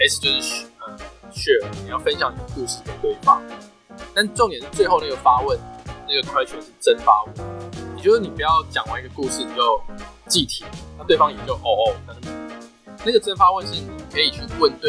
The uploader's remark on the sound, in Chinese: 本集音檔為 2019 年錄製，錄製時收錄較多環境雜音，已降噪處理加上背景音樂。